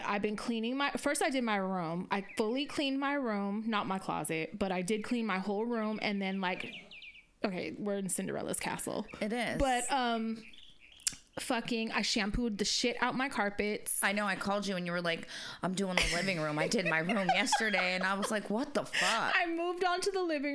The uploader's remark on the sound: our background noise is always a surprise